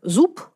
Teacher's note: такие слова, как «зуб», произносятся со звуком «п» на конце, в именительном падеже единственного числа. Но если мы ставим это слово в какие-то другие формы, зуба, зубу, зубом и так далее, там уже слышится звук «б». · Term: оглушение звонких согласных